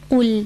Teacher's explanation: So lam is an empty letter, which means that the tongue is flat when you're pronouncing it. The back portion of the tongue is not raised. And also, if you're saying qul, then your tongue isn't touching the correct makhraj of the letter.